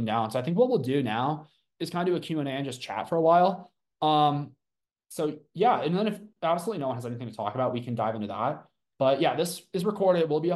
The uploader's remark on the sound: From Live Zoom Session.